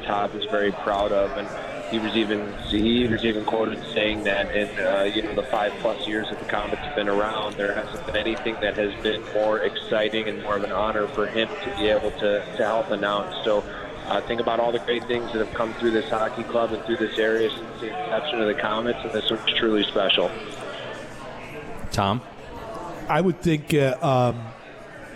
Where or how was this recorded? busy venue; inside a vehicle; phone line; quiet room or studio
busy venue